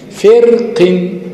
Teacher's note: طيب هنا اختلفت الرواية حسب الروايات، منهم من رقق ومنهم من فخم. اللي رقق اعتد بالكسرتين، كسر قبلها وكسر بعدها، لأن حرف قف مش حرف إطباق، حرف ضعف بالكسرة، فكأنه عمل معاملة الإيه الحرف المرقق، فترقق الراء ما فيش حاجة قوية تديها التفخيم، فرق.